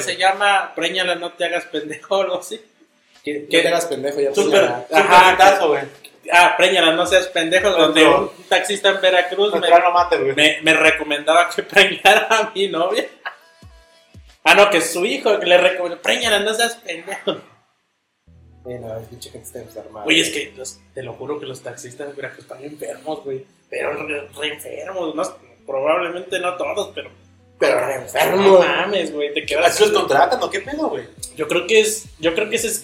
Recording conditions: poor sound quality